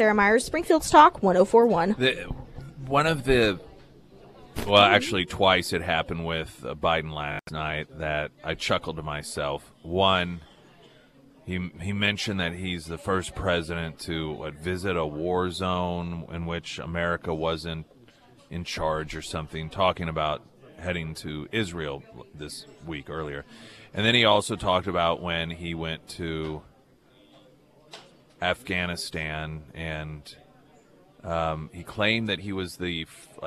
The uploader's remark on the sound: live at Scramblers Diner